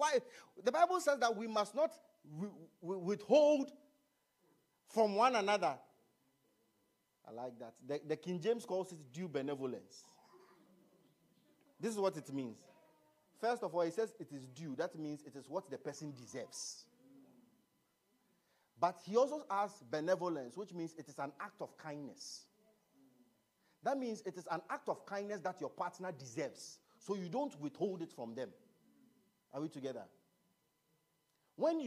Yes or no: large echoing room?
yes